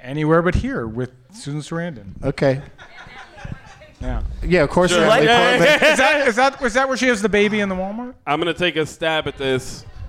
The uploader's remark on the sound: Live from the Alamo Drafthouse in Kansas City